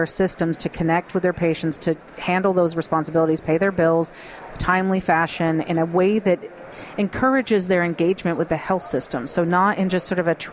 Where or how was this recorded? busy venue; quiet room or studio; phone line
busy venue